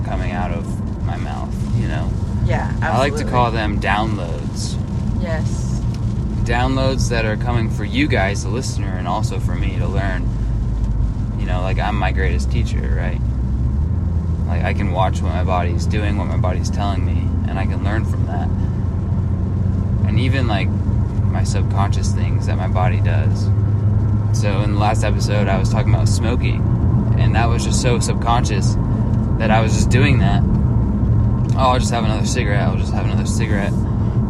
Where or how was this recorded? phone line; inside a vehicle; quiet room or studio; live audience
inside a vehicle